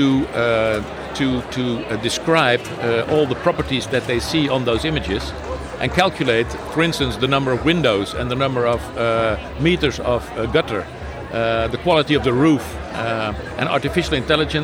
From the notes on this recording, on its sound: joins us live onsite at the 2023 ONPHA Conference in Toronto